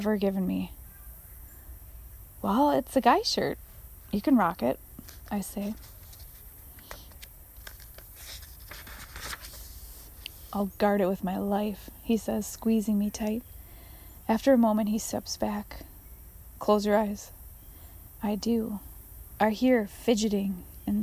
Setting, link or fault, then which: setting, outdoors